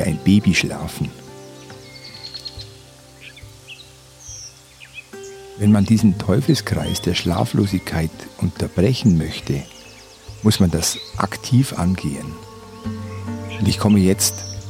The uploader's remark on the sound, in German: In dieser Folge hörst du eine Aufnahme vom Meer. Die hochwertige Audio-Aufnahmen, die ich in Indien gemacht habe umfasst das volle hörbare Klangspektrum.